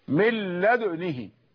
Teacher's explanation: من لدنه في الضم أسكن، أسكن مشمه يعني أسكن مع الإشمام، لد يعني دال ساكنة وفيها إشمام يعني فيها ضم الشفتين إشارة إلى أن الحركة الأصلية ضمة